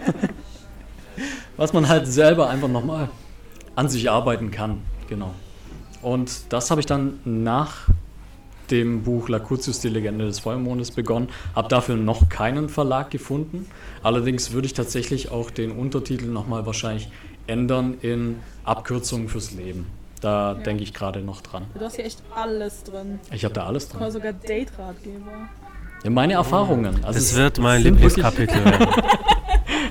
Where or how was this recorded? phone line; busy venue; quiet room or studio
busy venue